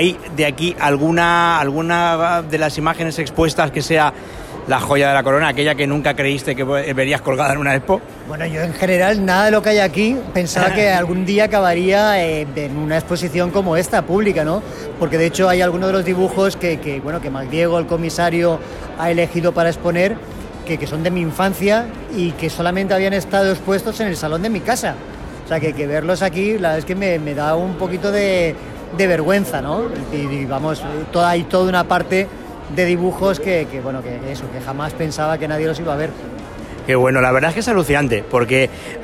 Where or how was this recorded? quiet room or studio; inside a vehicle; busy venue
busy venue